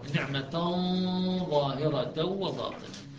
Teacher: وأسبغ عليكم نعمة بعد يدغم، عفوا يخفى بالظاء، يصير عندك إخفاء بغنة